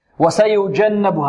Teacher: سيجنبها وسيجا جا جا جا، لا خطأ، وسيجا جا جا، لا، طرف اللسان يبقى تحت، يبقى أو نقول يبقى متجافيا عن الحنك الأعلى. الذي يلتصق بالحنك الأعلى هو وسط اللسان فقط · Term: الجيم